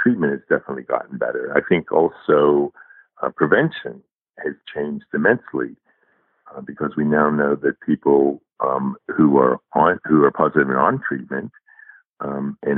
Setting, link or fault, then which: link, phone line